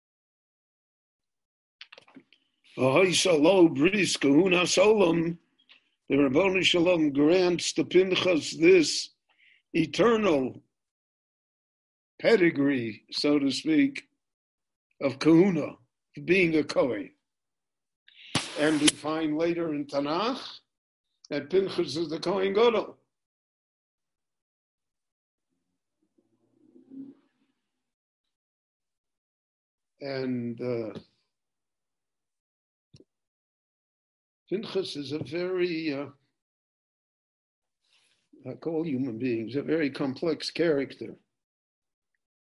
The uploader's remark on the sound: This shiur was given LIVE in Jerusalem via Zoom.